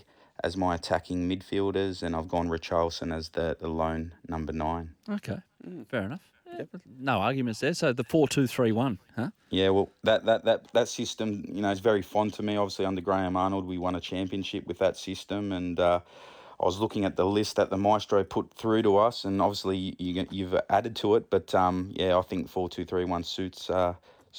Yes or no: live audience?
no